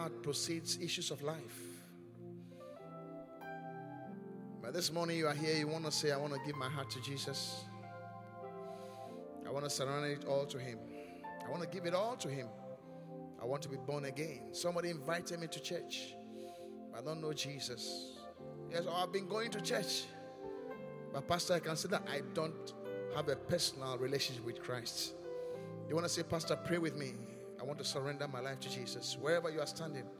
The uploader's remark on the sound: Preached at the Qodesh